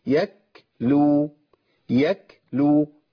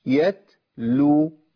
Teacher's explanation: التاء من طرف اللسان واللام من حافه اللسان · Shown in: second take · فلازم ينتقل لساني يطلع كده ويلمس كده بعد كده.